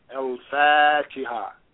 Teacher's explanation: Fa is a moon letter, so Al is fully pronounced